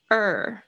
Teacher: 这个 I R 的声音是卷舌的这个声音